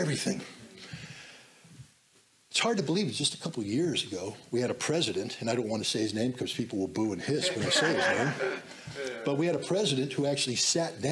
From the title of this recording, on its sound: speaks to the Summit Against Hypocrisy 2023 in Washington DC